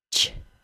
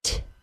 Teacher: the beginning of the CH sound is very similar to a T sound